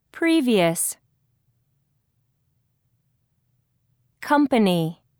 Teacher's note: Notice which syllable is stressed in these words. First syllable. Previous. Company.